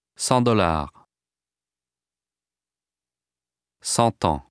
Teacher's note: 100 by itself has normal liaison. The T is pronounced only before a vowel sound.